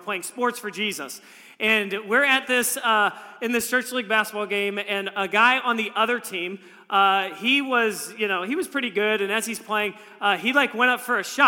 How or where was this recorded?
large echoing room